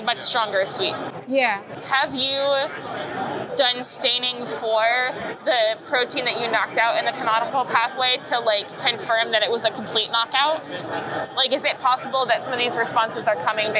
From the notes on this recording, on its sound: I attended the Society for Neuroscience conference in Washington, DC and interviewed neuroscientists from across the world about their research.